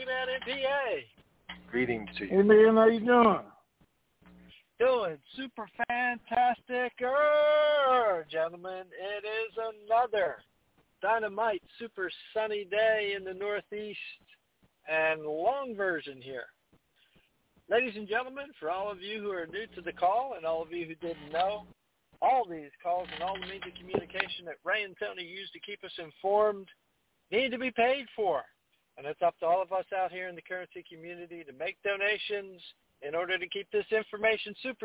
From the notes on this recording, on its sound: TNTSuperfantastic Conference Call - Wednesday, July 14, 2021